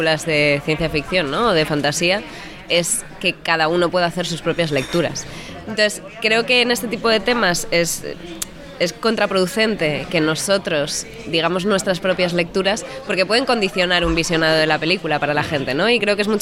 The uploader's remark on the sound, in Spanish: charlaron con Kinótico en el Festival de Sitges 2020